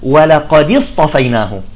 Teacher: ولقد اصطفيناه تحرك الدال بالكسر خشية التقاء الساكنين